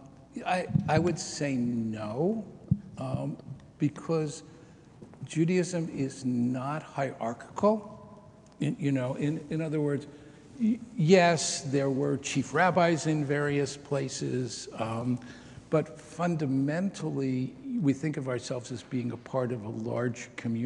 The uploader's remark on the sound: This episode is Part 2 of a 4 part series recorded live on Slavery and Reparations. Parts 2 and 4 are the Q&A portions with the live audience.